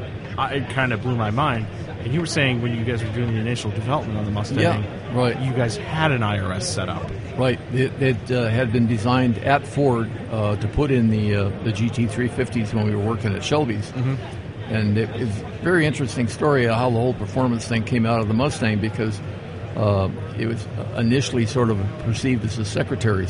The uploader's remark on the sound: SEMA 2016. This episode I'm joined live from the SEMA show floor.